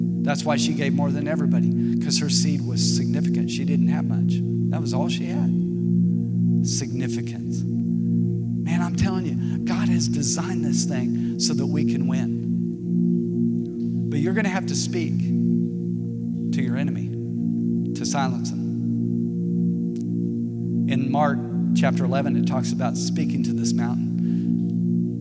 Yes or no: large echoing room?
yes